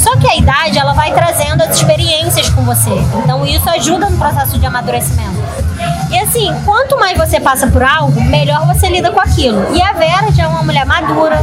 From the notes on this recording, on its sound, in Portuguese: diretamente do Booze Bar, na Lapa